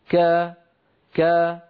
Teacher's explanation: فلا تجدون أن صوت الكاف قد انضغط إلى أعلى الفم، ولا نقول مثلا كا كا، هذه الطريقة كا ليس نطقا عربيا، ما كانت العرب تفعل ذلك. · Term: مستفل